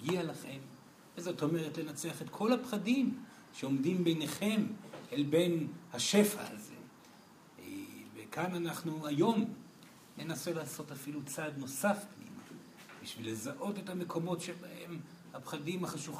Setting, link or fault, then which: setting, live audience